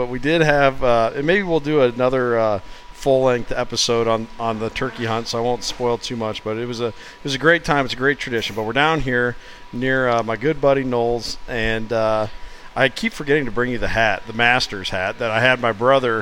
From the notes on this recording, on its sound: LIVE from The Bucksnort. Had a chance to stop in at our favorite deer hunting themed burger joint.